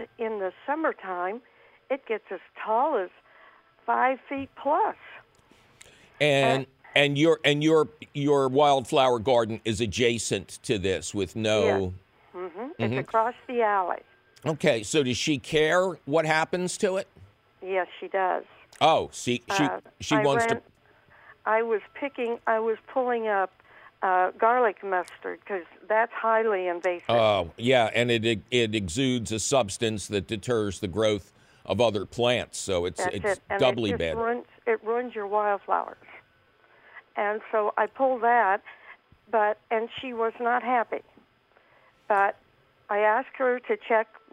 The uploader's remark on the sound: takes your phone calls